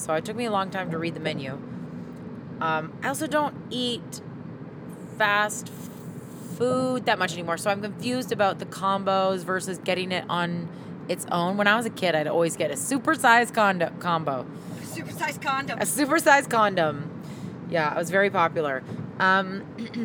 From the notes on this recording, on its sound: This is the post-convention roadtrip record. Listen as we stop for ice cream, fast food (in that order), and possibly catch a couple in another car...